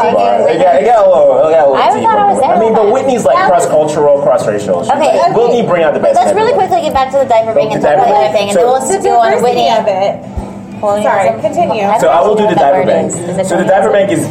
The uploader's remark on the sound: Recorded live at the Buzz Advocacy Summit.